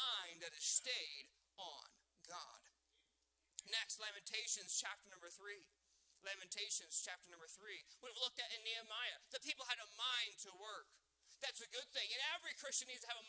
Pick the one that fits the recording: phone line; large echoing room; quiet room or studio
large echoing room